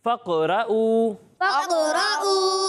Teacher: یعنی اسے فقرأوا نہیں پڑھیں گے بلکہ قاف کی آواز لوٹتی ہوئی محسوس ہوگی · Term: قلقلہ